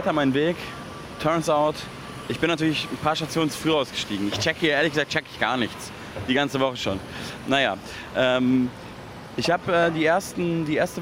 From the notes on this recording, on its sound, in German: Ist mit dem Field Recorder in New York und nimmt die Hörer:innen mit in die U-Bahn, auf einen Spaziergang durch Manhattan in den Central Park und eine Fähre über den East River.